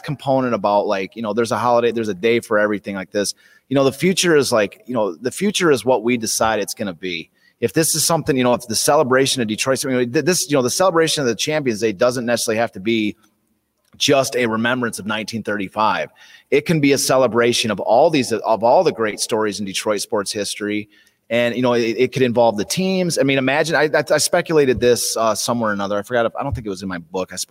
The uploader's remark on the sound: Live from Detroit Historical Museum.